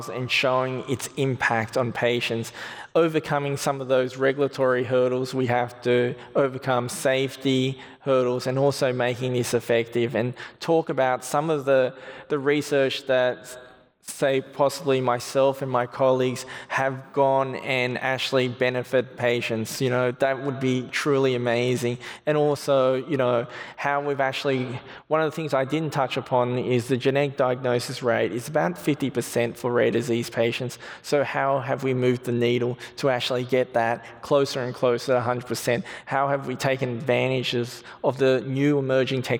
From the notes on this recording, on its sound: This was recorded at a Sydney Ideas event held on Monday 20 May at the University of Sydney.